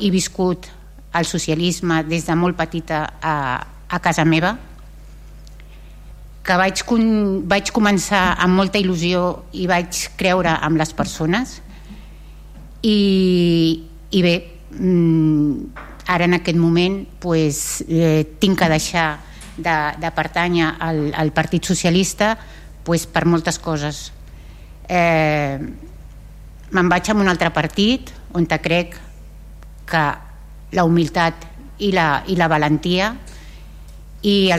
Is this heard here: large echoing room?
yes